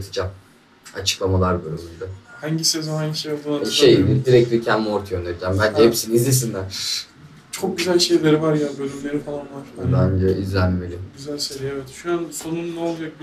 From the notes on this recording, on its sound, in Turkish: Takdir edersin ki kayıtları telefonumla alıyorum.